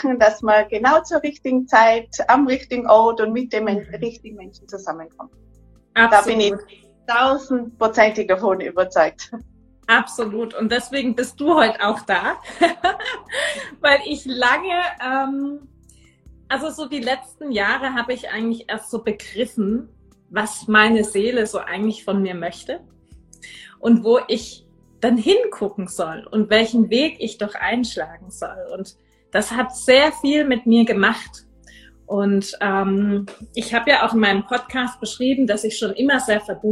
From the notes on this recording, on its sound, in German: Live-Interview auf Instragram.